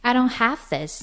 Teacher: 那这一句呢，它抓出来处理的字是 have, 所以你会听到的是 I don't have this. Have 既然高起来了，那么 I don't 跟 this 都是掉下去的声音